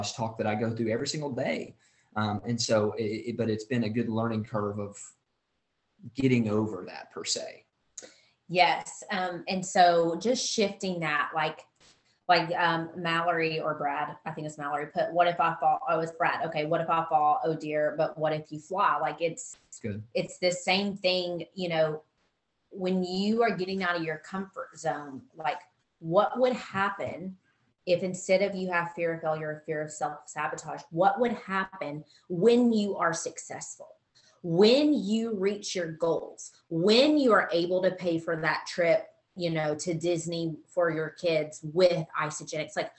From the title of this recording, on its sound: Team Soar Zoom Call 01/27/2022